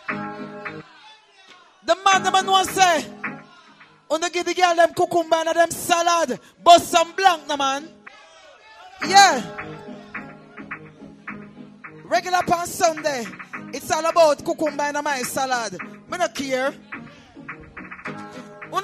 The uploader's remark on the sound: Live from Cash Money Thursday Portmore Jamaica